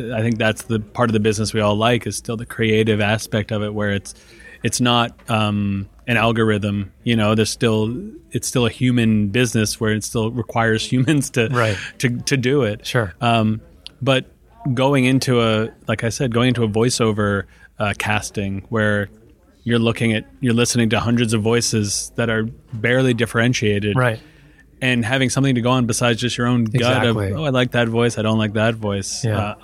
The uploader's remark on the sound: Live from Advertising Week